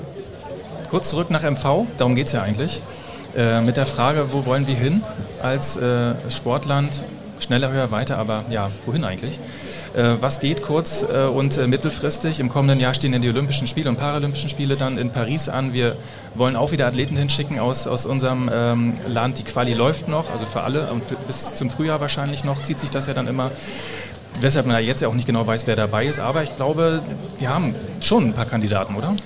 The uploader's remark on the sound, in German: In der Sonderfolge, die live in der Landesvertretung MV in Berlin aufgezeichnet wurde.